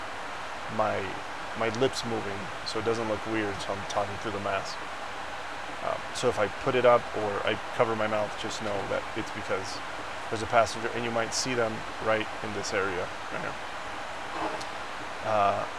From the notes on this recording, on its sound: This week I recorded the episode on a PLANE! I few times I had to stop because passengers would ask for something or just look at me. Forgive the noise of the plane.